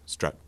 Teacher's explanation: I'm going to be placing mine much more towards schwa, strut.